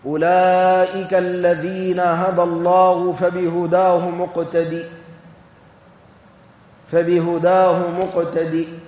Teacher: وقرأ حمزة والكسائي بغير هاء السكت